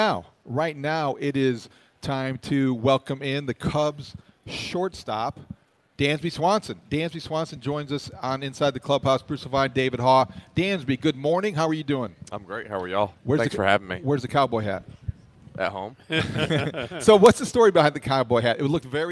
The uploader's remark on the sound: live from Cubs Convention